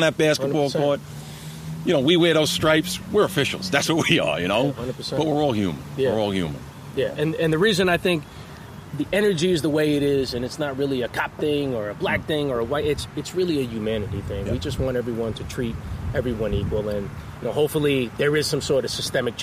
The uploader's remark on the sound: In this pod, we pull up to a park in Massapequa, NY.